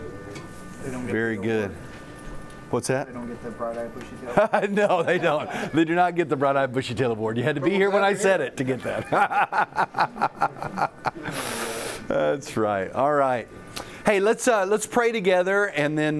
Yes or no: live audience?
yes